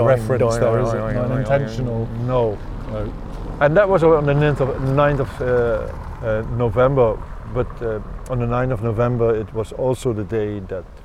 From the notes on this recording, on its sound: Begin this Autumnal Berlin historical walk outside the Jewish Synagogue in central Kreuzberg. The streets are strewn with flowers from the day before remembering the horror of Kristallnacht.